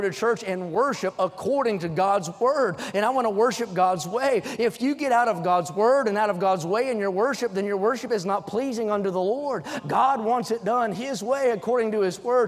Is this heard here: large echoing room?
yes